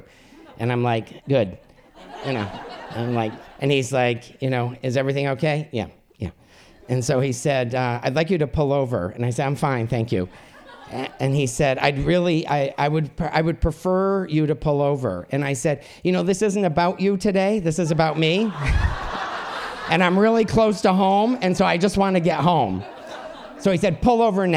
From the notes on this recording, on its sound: Recorded live in Truro, Massachusetts at Payomet Center for the Performing Arts on August 25, 2014.